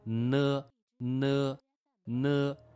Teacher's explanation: 它依然是舌尖发出来的，在口腔的靠中间的位置叫舌尖中音